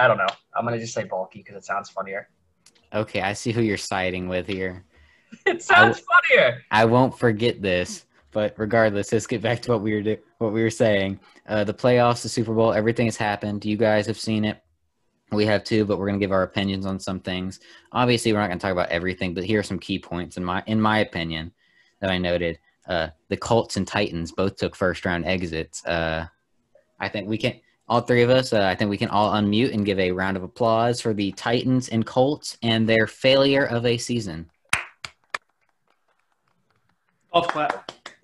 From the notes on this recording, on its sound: We also now record on zoom